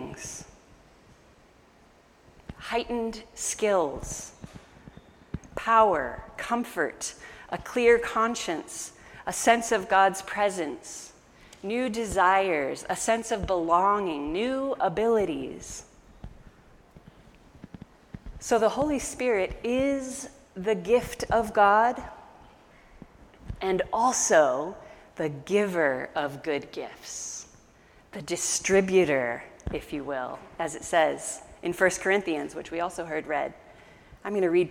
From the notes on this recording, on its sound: An audio recording of our August 15 sermon.